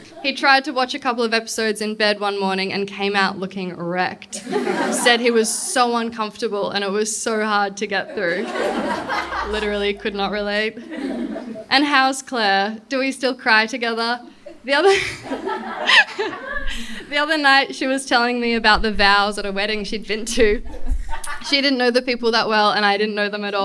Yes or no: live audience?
yes